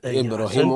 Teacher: الباء القلقل إبراهيم الراء حكمها ماذا؟ التفخيم لأنها متحركة بالفتح